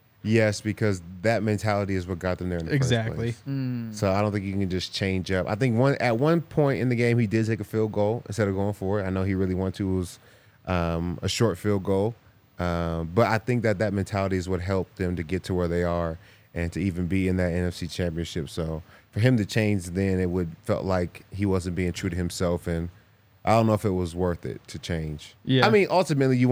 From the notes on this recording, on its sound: coming to you LIVE from the DNVR Bar